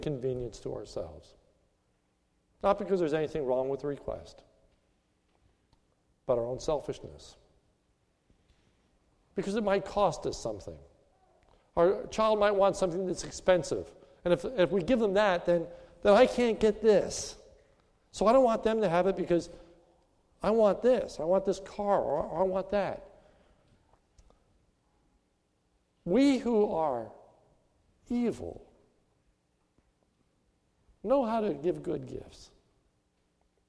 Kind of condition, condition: setting, large echoing room